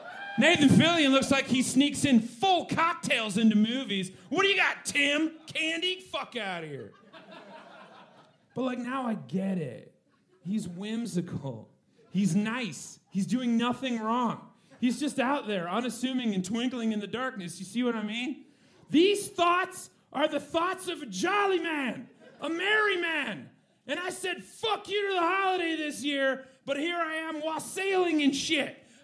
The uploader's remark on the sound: Recorded LIVE on December 14th 2023 for The Paper Machete Holiday Pageant at Carol’s Pub